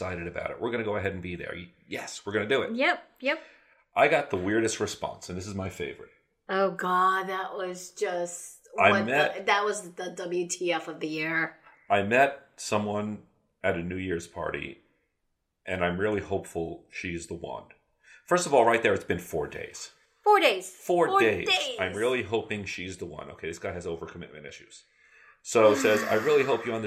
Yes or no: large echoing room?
no